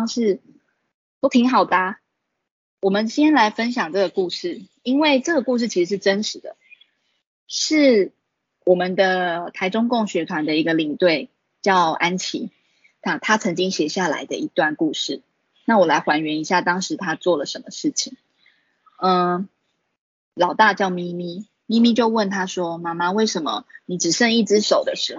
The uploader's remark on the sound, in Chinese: 此為線上課程錄音檔